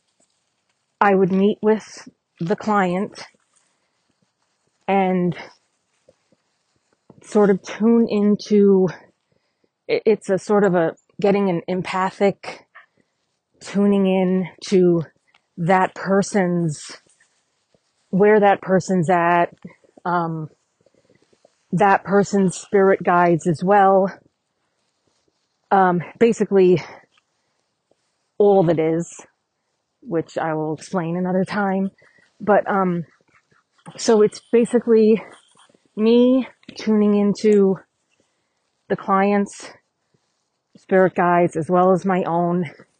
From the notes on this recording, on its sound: Walking the dogs